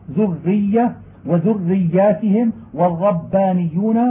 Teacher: فالراء أبين في التشديد من الياء والباء